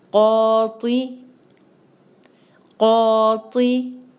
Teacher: طی جو ہے اس کو ہم نے ہیوی ادا کرنا ہے لیکن کسرہ کی وجہ سے وہ پورا ہیوی نہیں رہے گا، تھوڑا سا کم ہیوی ہوگا